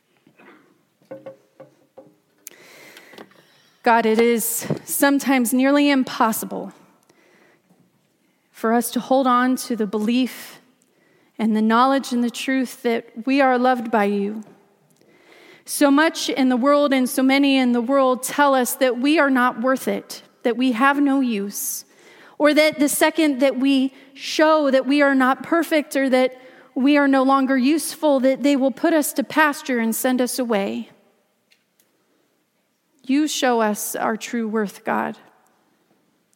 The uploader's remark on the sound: Christmas Eve message delivered during the Contemporary Worship service.